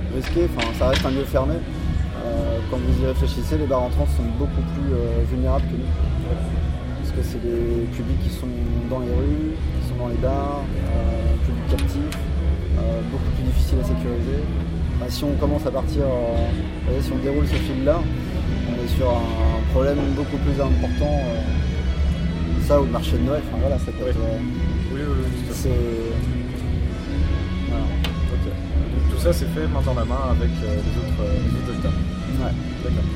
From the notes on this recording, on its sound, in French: Entretien enregistré en décembre 2015 lors des rencontres TransMusicales de Rennes